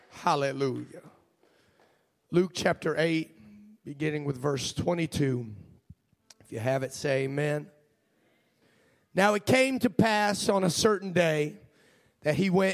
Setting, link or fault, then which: setting, large echoing room